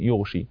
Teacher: بإسكان الغين وتخفيف الشين